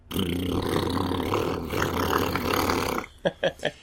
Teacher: You start with your bilabial trill, then you add the alveolar trill, and you add the uvular trills. · Term: all three trills